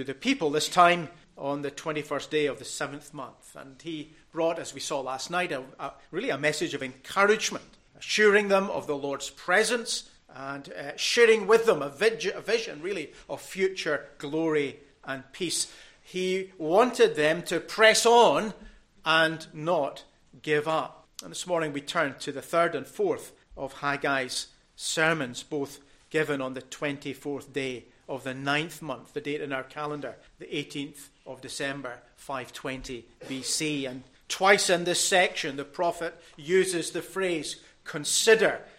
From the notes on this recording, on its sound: recorded at North Harris Free Church on the morning of Sunday, 4th February 2024